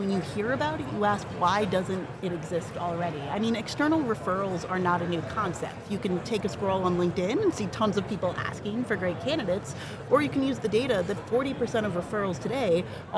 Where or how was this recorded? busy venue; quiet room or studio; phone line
busy venue